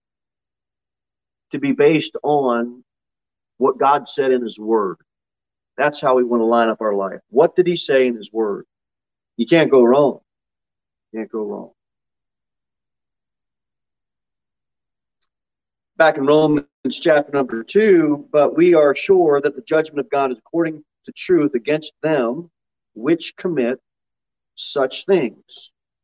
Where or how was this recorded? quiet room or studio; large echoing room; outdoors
large echoing room